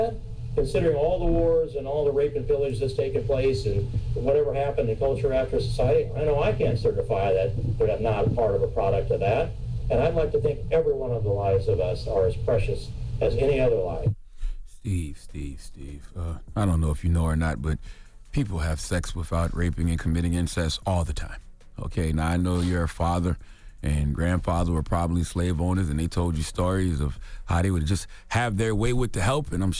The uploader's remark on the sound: we opened up the phone lines to hear what our listeners had to say